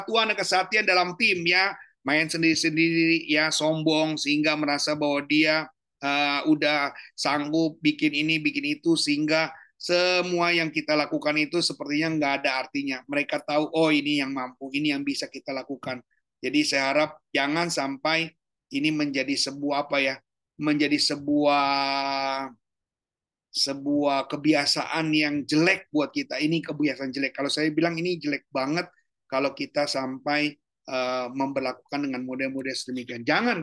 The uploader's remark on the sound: Audio Zoominar